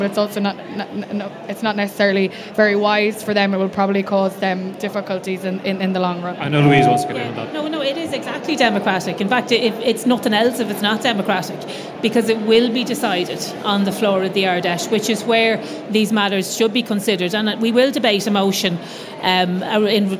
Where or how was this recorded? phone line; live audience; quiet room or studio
live audience